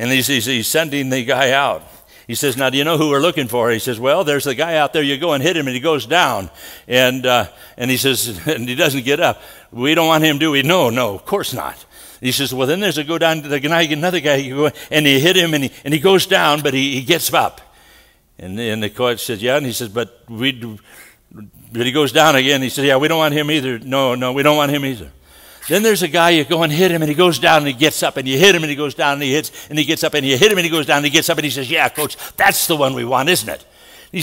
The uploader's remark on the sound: from the 2018 Southwest Men's Conference